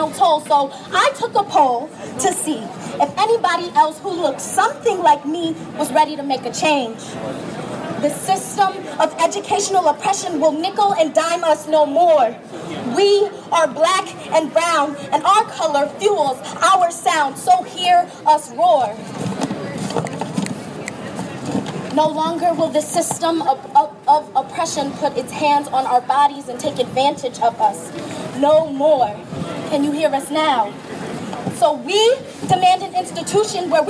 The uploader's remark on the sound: Audio from the rally to remember the 1992 protest that took place on the UI campus.